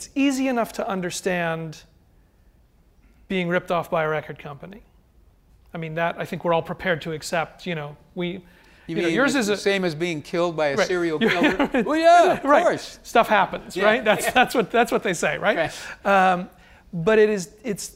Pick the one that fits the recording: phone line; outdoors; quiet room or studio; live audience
live audience